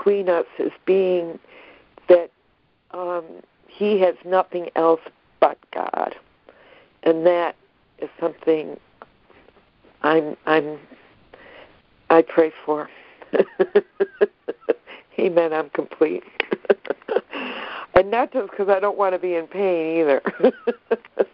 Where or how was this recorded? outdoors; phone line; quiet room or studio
phone line